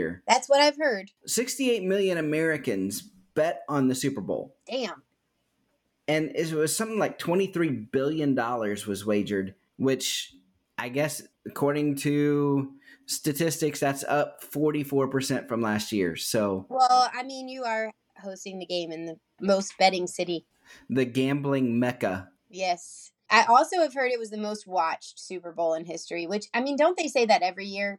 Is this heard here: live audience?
no